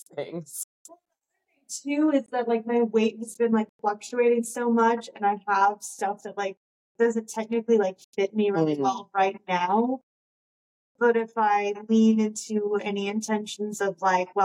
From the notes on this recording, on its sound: in trying out a new video format, we ran into a few issues with the sound quality.